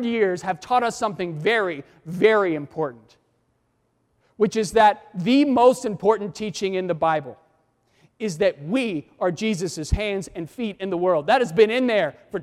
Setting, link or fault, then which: setting, large echoing room